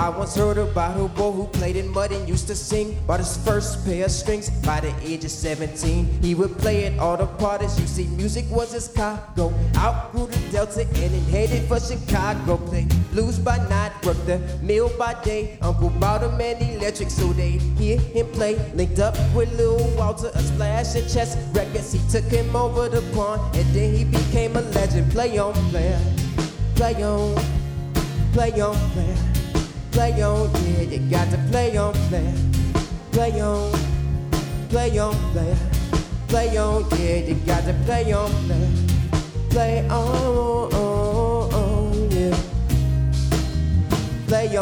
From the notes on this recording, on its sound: we caught them at Square Cat Vinyl during the Virginia Avenue Music Festival